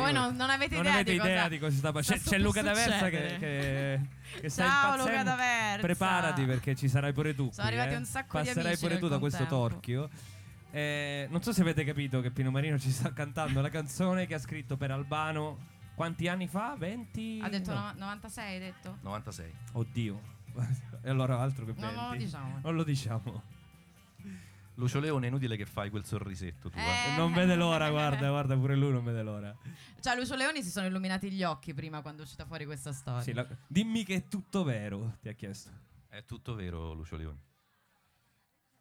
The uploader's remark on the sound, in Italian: Na Cosetta, Roma. LiveFolkRadioShow. Live Streaming - THE ROOST.